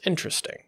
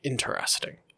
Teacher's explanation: The T is very soft when you get into mid Atlantic or transatlantic · Shown in: second take · that becomes like interesting.